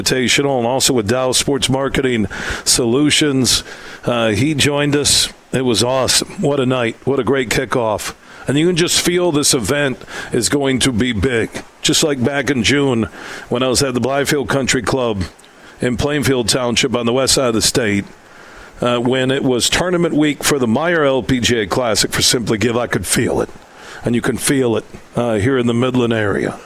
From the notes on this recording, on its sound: Today, we're broadcasting live from the Midland Country Club as the Dow Great Lakes Bay Invitational two-person event takes place this week.